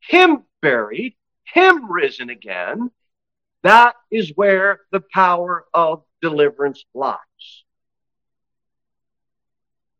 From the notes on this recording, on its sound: Sermon delivered at Pilgrim Baptist Church